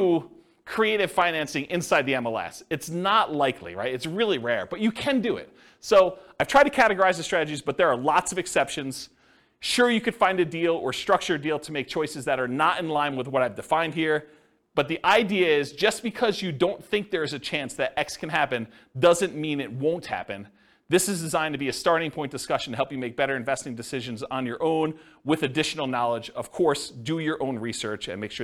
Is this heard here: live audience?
yes